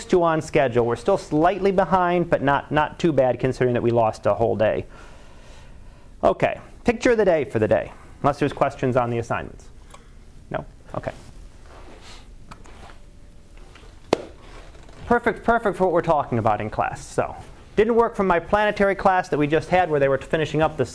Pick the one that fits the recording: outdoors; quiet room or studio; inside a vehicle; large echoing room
large echoing room